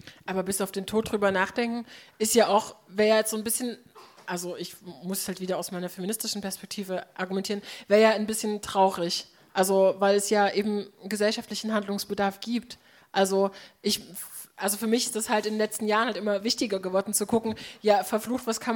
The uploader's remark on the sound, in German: Publikumsdiskussion